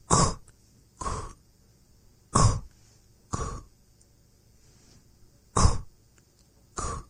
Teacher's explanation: the sound itself is also rounded · Term: rounded sound